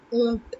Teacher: The T at the end is the retroflex T